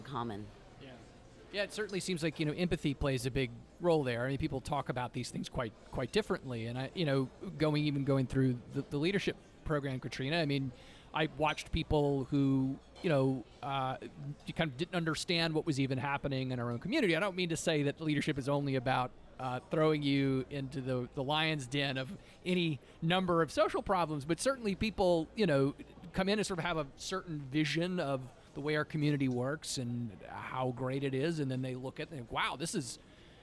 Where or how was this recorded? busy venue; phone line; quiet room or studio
busy venue